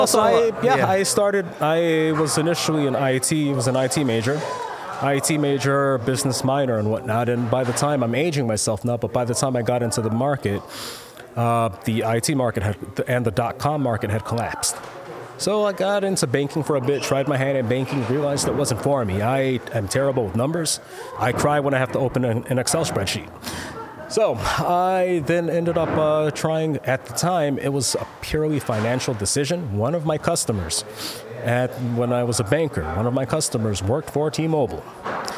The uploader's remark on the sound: Take a trip to Illinois to attend MicroLux Chicago 2023. Little did they know they we're gonna be put in a kitchen to do interviews.